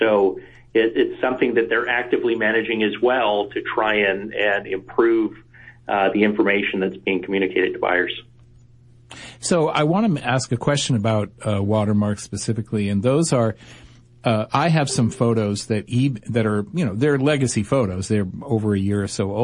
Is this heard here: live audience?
no